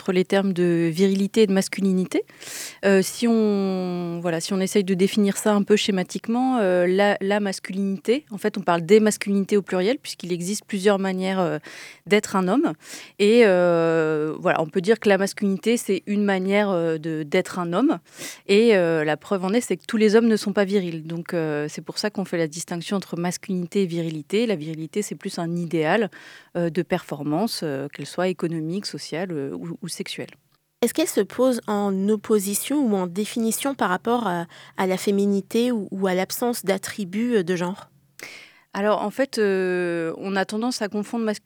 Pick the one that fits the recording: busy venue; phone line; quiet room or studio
quiet room or studio